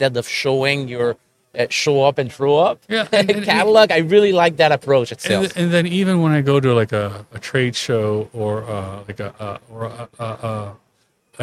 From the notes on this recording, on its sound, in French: En direct du Salon Industriel de Terrebonne